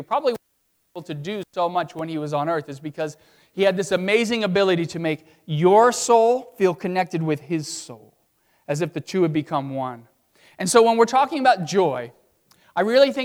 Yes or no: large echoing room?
yes